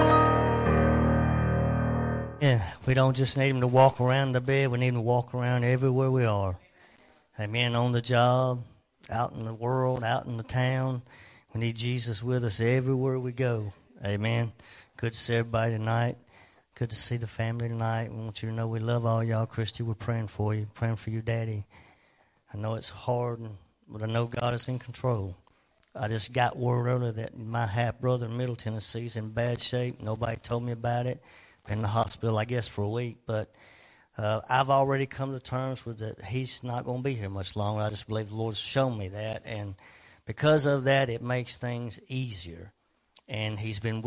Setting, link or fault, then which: setting, large echoing room